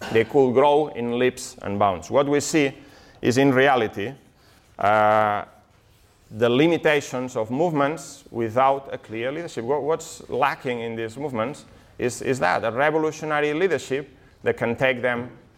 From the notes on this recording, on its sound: This talk from Revolution Festival 2019.